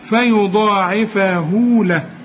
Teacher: حسنا فيضاعفه، العين خد بالك مكسورة، والضاد أعلى درجات التفخيم، وبعدها ألف